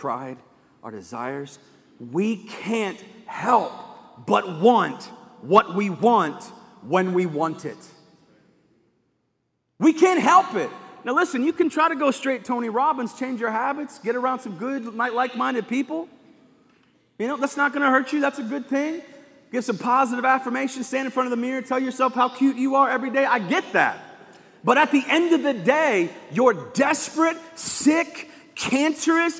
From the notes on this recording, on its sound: live from Covenant Church